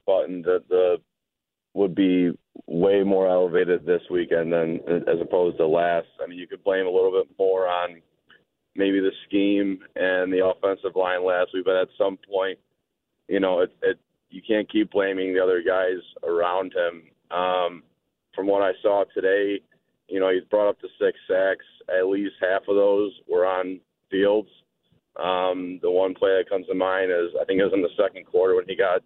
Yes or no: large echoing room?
no